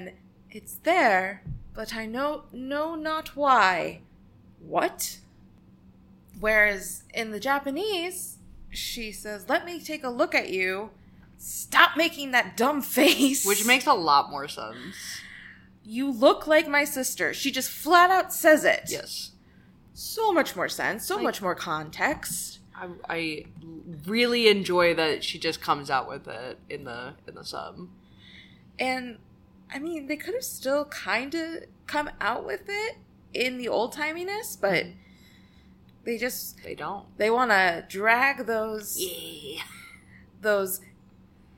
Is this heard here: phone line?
no